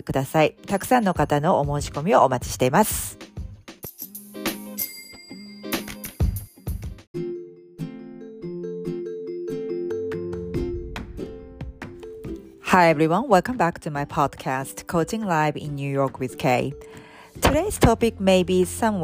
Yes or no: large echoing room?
no